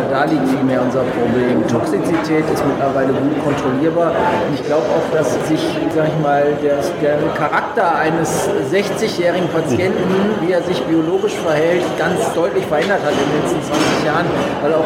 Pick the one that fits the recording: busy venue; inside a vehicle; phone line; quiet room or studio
busy venue